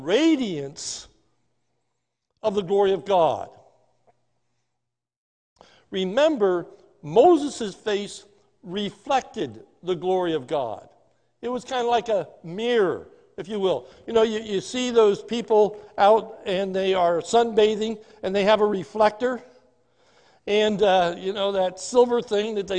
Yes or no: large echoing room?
yes